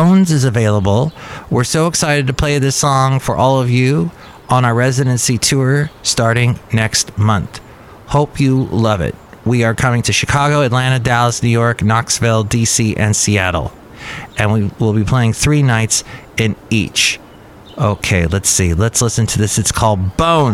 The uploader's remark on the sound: podcasts live from Cafe Anyway